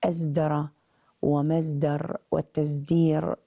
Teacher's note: منها الصاد التي تكون كالزاي، وذلك أن الصاد متى كانت ساكنة وكان بعدها أو بعدها دال نطقوها زايا مفخمة غير خالصة، لأنهم يضارعون بها أشبه الحروف بالدال في موضعه